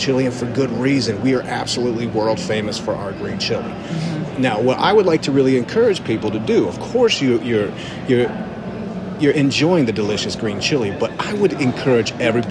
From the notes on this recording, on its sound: Live From Podcast Movement 2023 in Denver. Coming to you live from the Podcast Movement Conference.